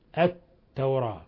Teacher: أضغمت اللام في التاء، فهذه اللام شمسية